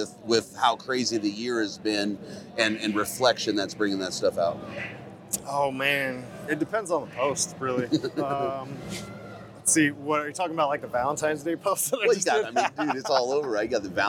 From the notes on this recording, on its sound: Live From Hunt Expo 2020. Next in the Hunt Expo live episodes from the Initial Ascent Mountain Dude table.